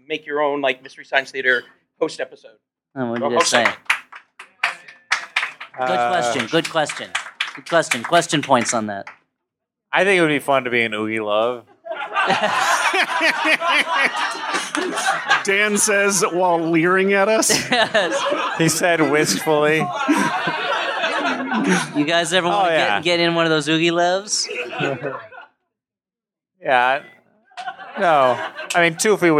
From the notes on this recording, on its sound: Live from Cake Shop as part of NYC Podfest.